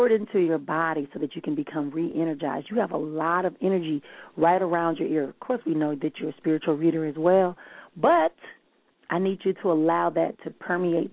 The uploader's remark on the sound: callers may call in with questions